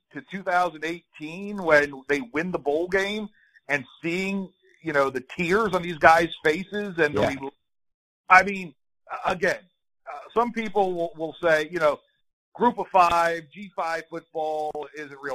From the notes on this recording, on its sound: talks over the phone with WJCL Sports Director, newscaster and Savannah Sports Media O.G.